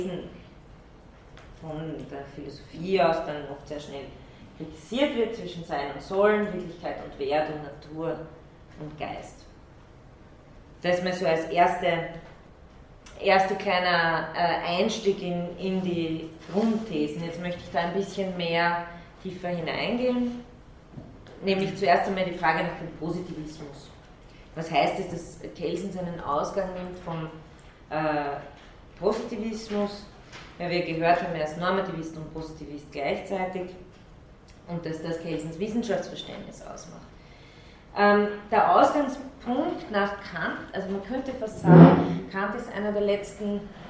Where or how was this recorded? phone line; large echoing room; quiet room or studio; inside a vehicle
large echoing room